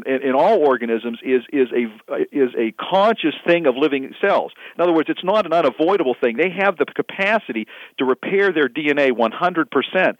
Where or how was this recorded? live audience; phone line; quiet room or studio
phone line